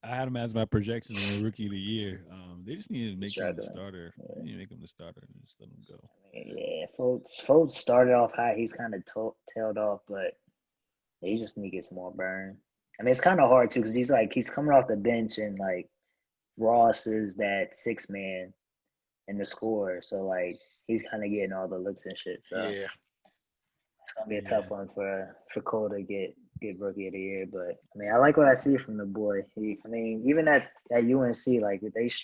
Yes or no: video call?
yes